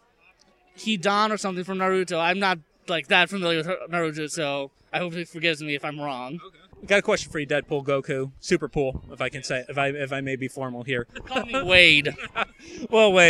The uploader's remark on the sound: Nyancon 2016 Street Interviews. The Action Comedy Nerd Show live show appeared at Nyancon 2016 in Kirtland, Oh.